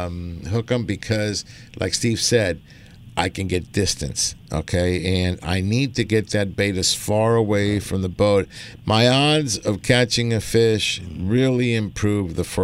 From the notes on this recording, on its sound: "LIVE" from Angel Stadium in Anaheim, CA